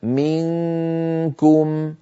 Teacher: أنتقل من مخرج الميم في كلمة منكم إلى مخرج الكاف مباشرة وعليها تماما، على الكاف تماما، لأن الكاف مخرجها بعيد، مخرجها من أقصى اللسان، فلا لا أهيئ الفم عند المخرج، بل آتي إليه مباشرة.